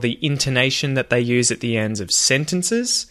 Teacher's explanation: the ends of sentences, my voice went up